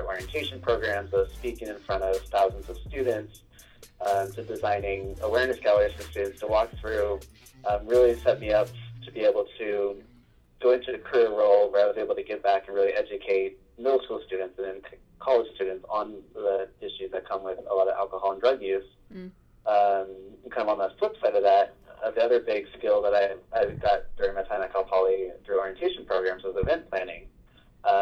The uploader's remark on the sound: Our first over the phone interview!